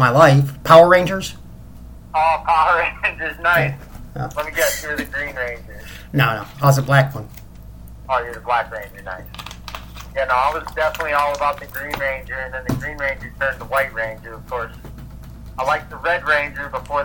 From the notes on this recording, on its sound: The Audio will get fixed hopefully soon